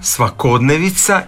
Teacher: A kod svakodnevica je pravilan onda naglasak na o, svakodnevica, i nije svakodnevnica.